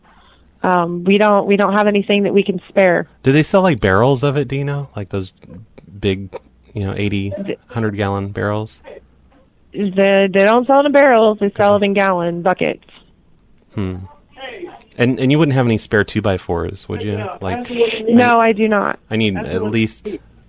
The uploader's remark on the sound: RBCP's Personal Prank Phone Calls Collection